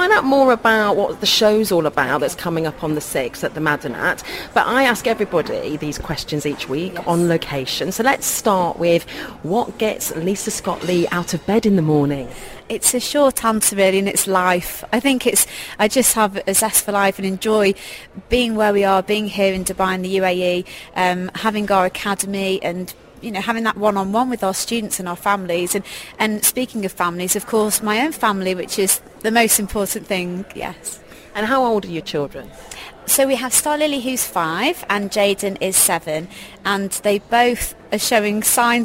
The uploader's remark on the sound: On Location interviews at the Sheraton Grand Hotel.